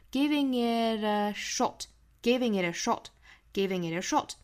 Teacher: giving 和 it 又是后鼻音加元音连读